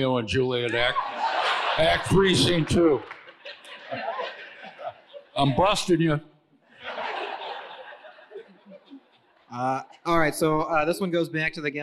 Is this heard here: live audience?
yes